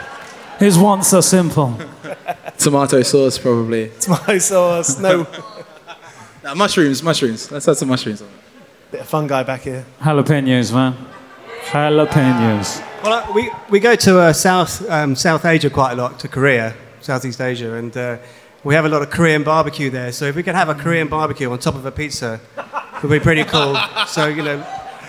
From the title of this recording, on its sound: Live from Signature Brew